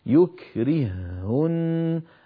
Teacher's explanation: الهاء الأولى ساكنة فأضغمت في الثانية فصار النطق بهاء واحدة مشددة